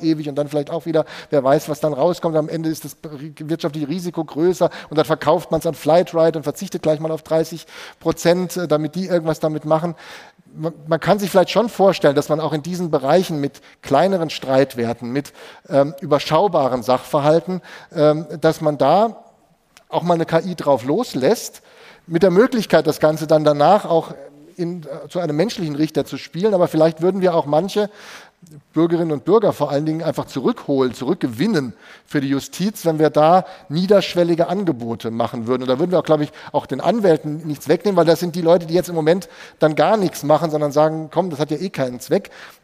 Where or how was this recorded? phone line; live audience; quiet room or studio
live audience